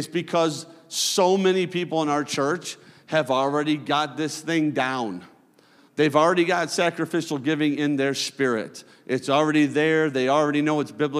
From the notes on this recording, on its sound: a service recording from Connect Point UPC